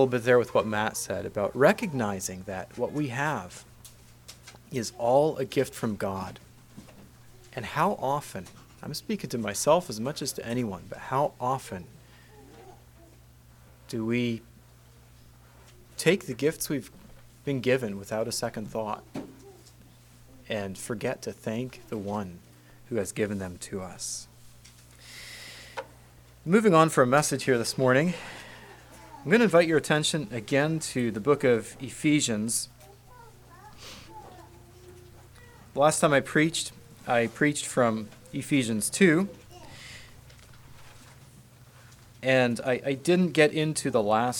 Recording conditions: large echoing room